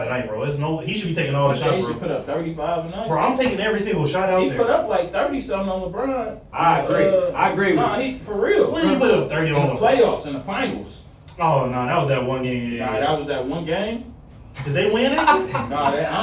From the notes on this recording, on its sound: We got some of the guys in the building. We want to apologize for the audio on this episode. We had to cut some parts of the episode out due to unclear audio.